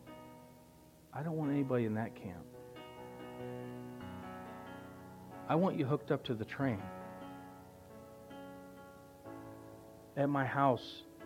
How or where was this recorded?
large echoing room